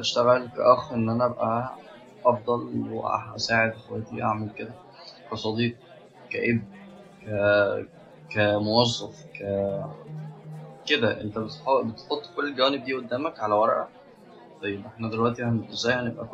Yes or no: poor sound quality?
yes